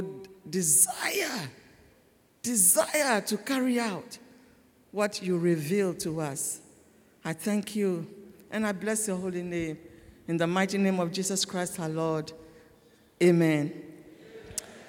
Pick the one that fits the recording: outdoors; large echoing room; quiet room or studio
large echoing room